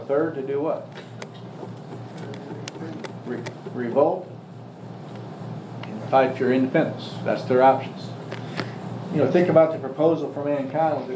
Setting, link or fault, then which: setting, live audience